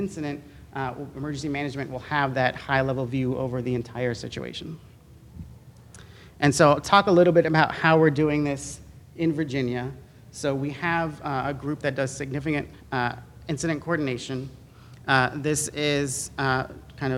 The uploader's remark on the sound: Same audio was enhanced to allow listeners to hear audience questions.